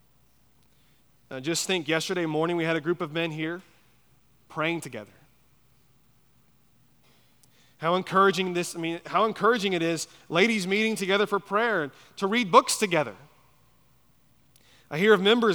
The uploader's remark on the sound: at Chaffee Crossing Baptist Church in Barling, AR.